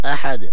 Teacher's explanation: لابد من تبيين قلقلة الدال في الآيات كلها